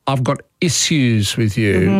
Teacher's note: Karens are often accused of saying, I've got issues with you, with a heavy s.